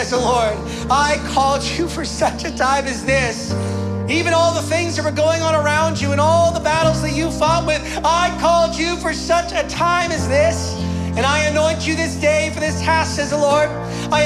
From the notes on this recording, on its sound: Broadcasted live from The Father's House, Calgary, AB.